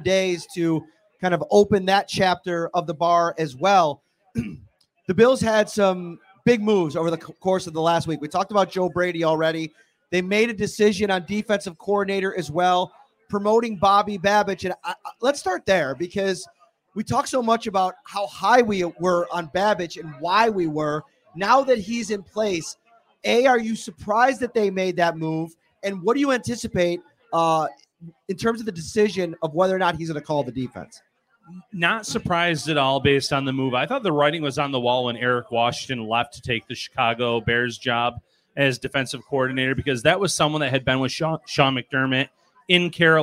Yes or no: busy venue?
yes